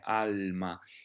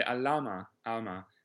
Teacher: Ecco, sarebbe un errore inghiottire la L, all'ama, ama, alma. Yes, in this case, the L is also rather long and we can hear it very well · Shown in: first take · This is one of many cases where voiced consonants like L, M, N, and R, when they're followed by another consonant, can be pronounced generously and rather long.